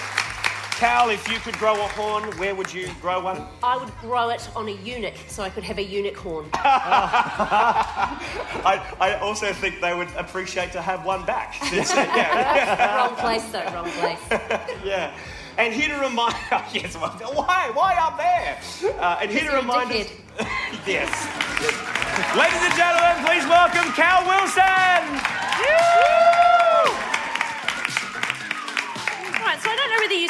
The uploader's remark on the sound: when she performed on A Rational Fear in 2019 at the Adelaide Cabaret Festival